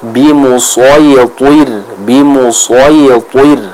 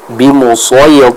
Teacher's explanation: huruf shad dan ta sekali lagi harus kita baca dengan tebal